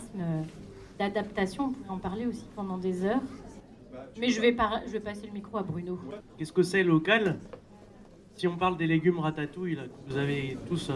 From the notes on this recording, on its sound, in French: Cet épisode a été enregistré lors de la fête des Semences Paysannes Maralpines, le 9 décembre 2023 à Antibes. La Maisons des Semences Paysannes Maralpines (la MSPM) avait organisé une table-ronde au cours de cet événement.